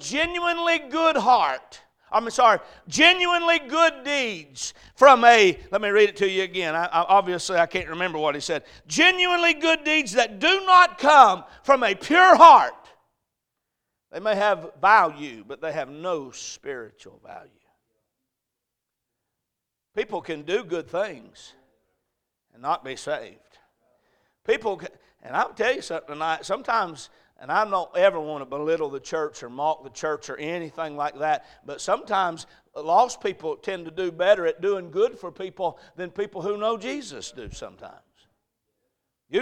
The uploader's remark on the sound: A message preached at Crossroads Baptist Church